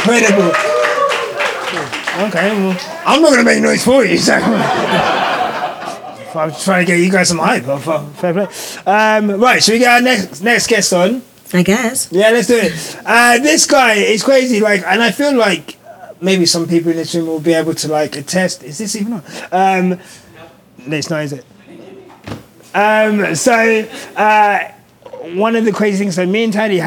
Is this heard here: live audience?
yes